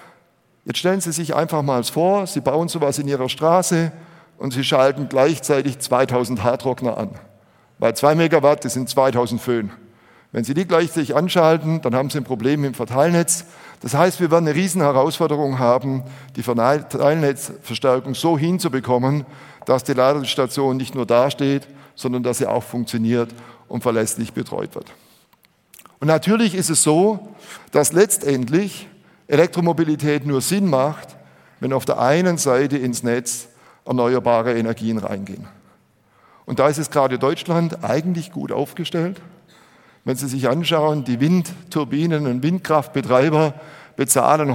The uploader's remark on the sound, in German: Auf der Bühne des auto motor und sport Kongress 2019